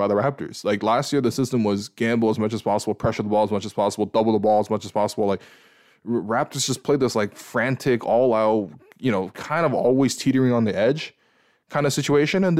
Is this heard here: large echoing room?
no